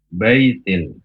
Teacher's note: Kalau sebelumnya fathah, berarti dibaca pendek, baitil. Ini namanya lin, ya, lunak.